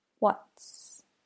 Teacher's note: Now, make sure you get the T for what in there. It's a stop. What's. Not just an S sound.